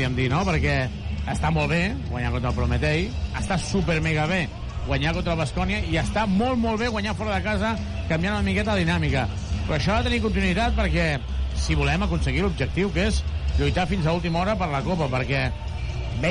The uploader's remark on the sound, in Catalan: Transmissió en directe del partit